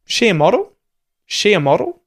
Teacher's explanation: It is, I think, elision, where we've just removed the auxiliary verb is from the sentence